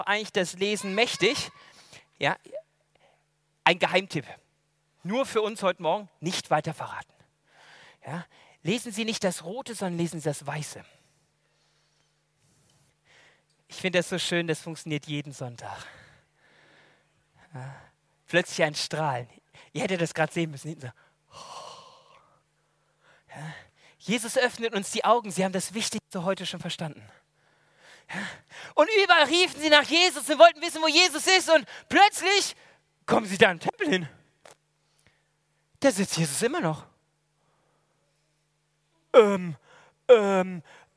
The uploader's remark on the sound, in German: aus dem Gottesdienst der Liebenzeller Mission